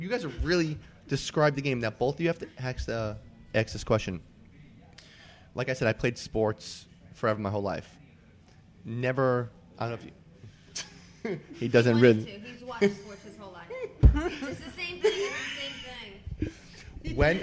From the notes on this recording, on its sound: live from Jack Demsey's